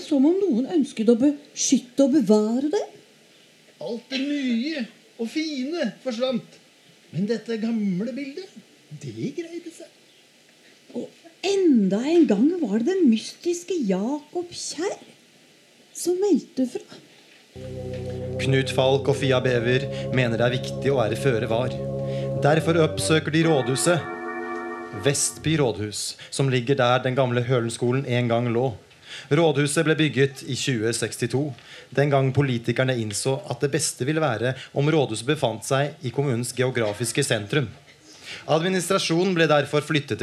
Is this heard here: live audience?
yes